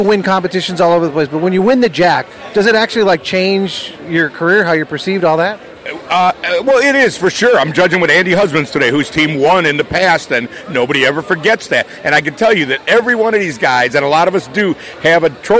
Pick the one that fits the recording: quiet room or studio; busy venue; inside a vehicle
busy venue